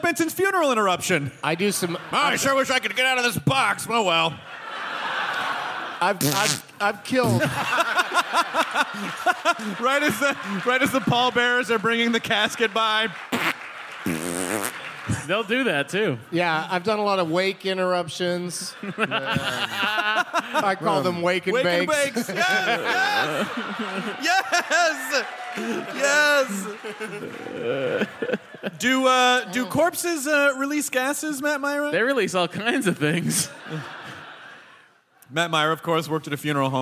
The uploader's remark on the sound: It's the Nerdist live from the Twin Cities!